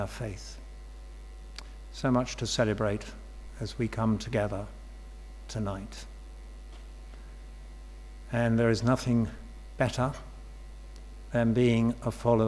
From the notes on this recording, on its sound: Sermon from St David's Moreton-in-Marsh, Evening Service - Confirmation & Baptism